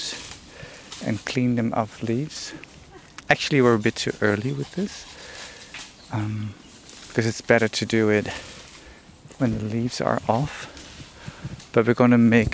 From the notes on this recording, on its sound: Asturias, Spain. Once you arrive in Asturias you witness a morning full of farm stuff. On a silent sound walk through the industrial landscape that surrounds the farmhouse we stay. What a loud landscape it is!